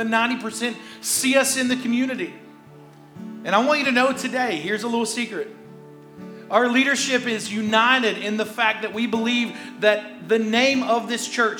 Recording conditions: large echoing room